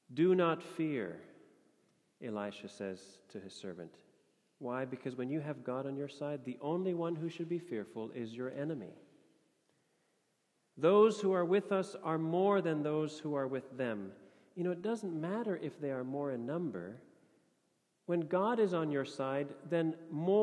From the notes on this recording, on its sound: Sermon audio from FIBC Copenhagen